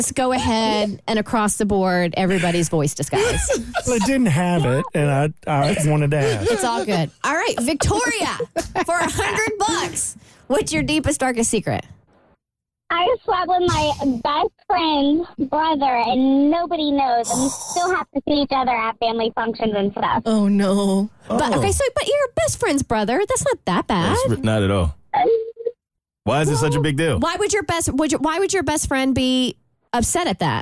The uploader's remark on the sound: Listeners called in with spicy confessions.